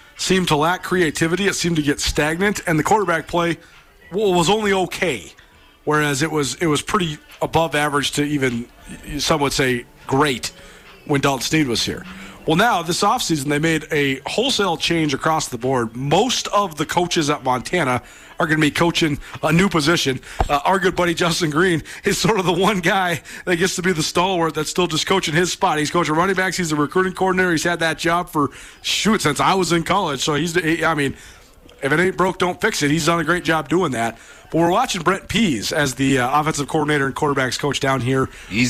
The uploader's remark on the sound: from the press box at Washington-Grizzly Stadium